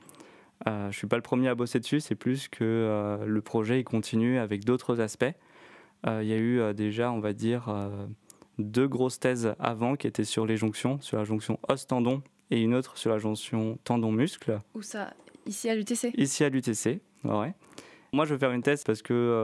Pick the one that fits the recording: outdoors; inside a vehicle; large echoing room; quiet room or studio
quiet room or studio